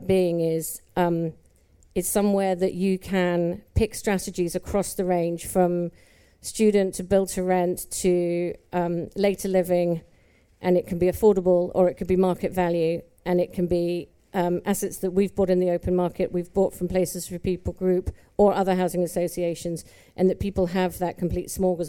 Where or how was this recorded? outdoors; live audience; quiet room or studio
live audience